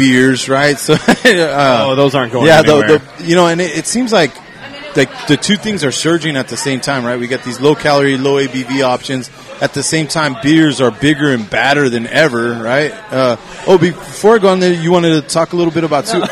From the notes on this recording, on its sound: live from Martin City Brewing!